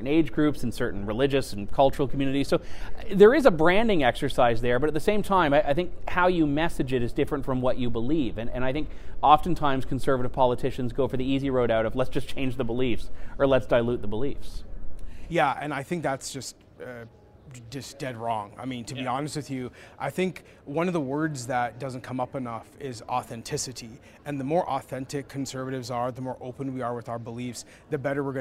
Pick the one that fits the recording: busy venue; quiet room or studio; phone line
busy venue